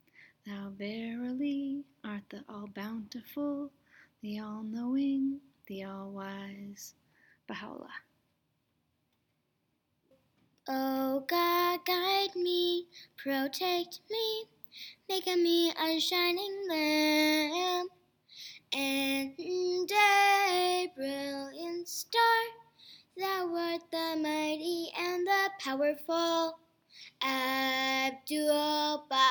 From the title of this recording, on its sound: Prayers recorded during our election convention children’s class